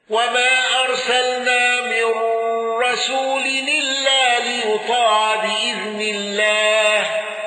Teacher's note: قالون بقصر المنفصل والغنة.